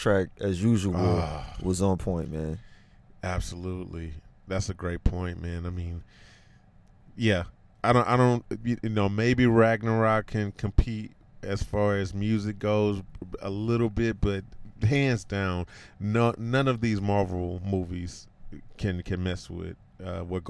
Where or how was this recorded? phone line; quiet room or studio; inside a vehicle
inside a vehicle